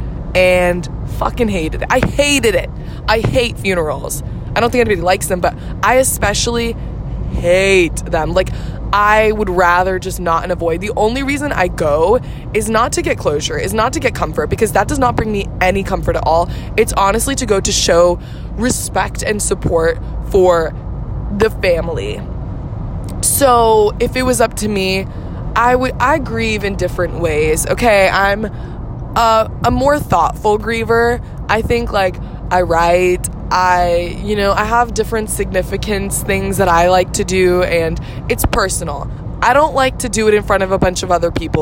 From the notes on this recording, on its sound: Records from the open road. TW: poor quality of audio due to recording on my phone.